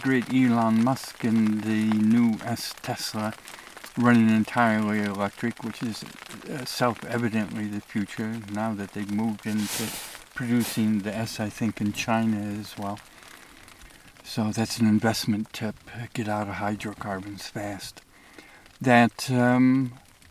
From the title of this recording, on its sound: I report from the Eagle Cap Wilderness